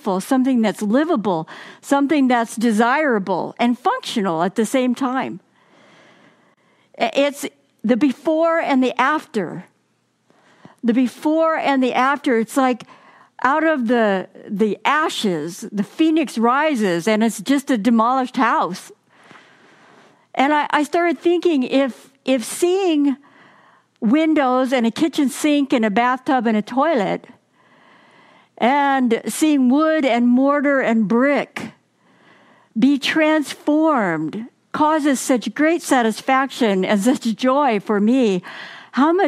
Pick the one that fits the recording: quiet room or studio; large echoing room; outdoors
large echoing room